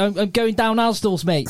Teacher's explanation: It's like people chuck L's on the end of words.